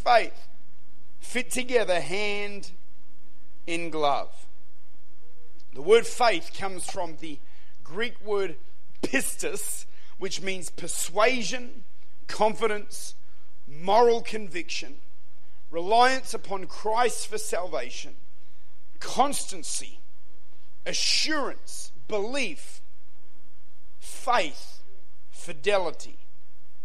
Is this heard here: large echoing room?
yes